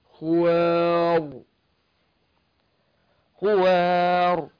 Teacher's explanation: خوار ليه بقى فخمتها؟ علشان قبلها الواو مفتوح